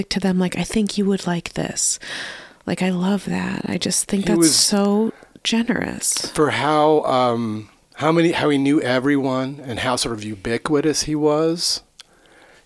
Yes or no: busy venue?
no